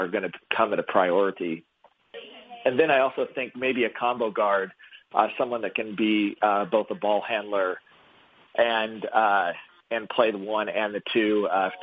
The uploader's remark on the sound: hosts a conference call